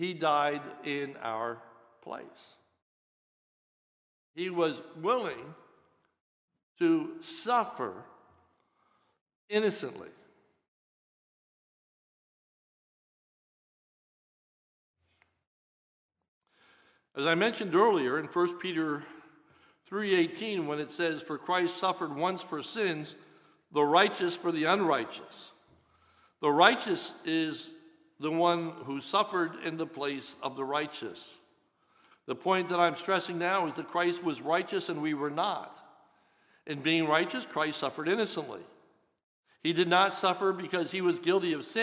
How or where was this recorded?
large echoing room